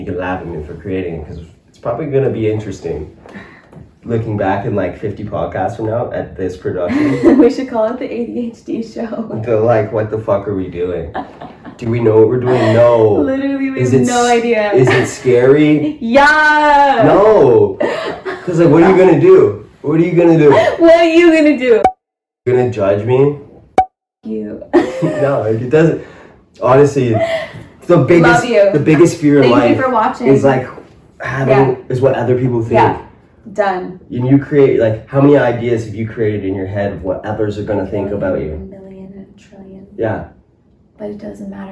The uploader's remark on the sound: bad audio